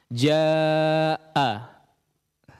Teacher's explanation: Su, si, atau ketika kita mengucapkan hamzah secara berharakat saja sudah ada tertahannya aliran suara. Makanya ketika kita mengucapkan huruf hamzah, ada sepersekian detik mungkin ya, suara itu terputus. Ja-a.